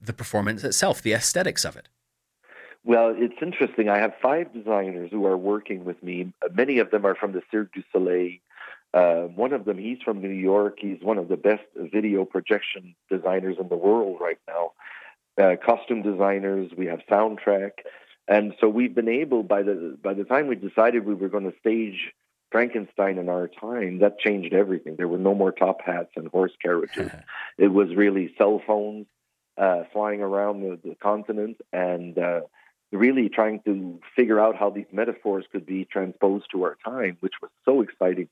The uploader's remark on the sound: Joins us on the phone.